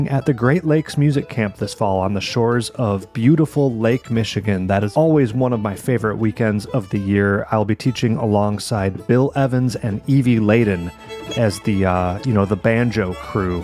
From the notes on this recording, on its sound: Recorded at Midwest Banjo Camp.